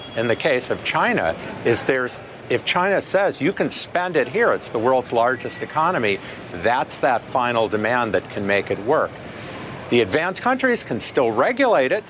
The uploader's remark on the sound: live from the New York Stock Exchange